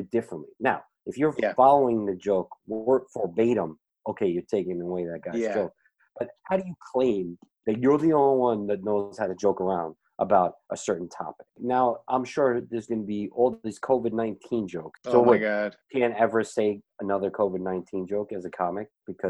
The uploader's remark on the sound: We recorded this on May 11th, 2020 on Zoom so there are small sound discrepancies.